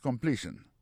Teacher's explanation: Pour completion dans lui-même, accent tombé sous deuxième syllabe là.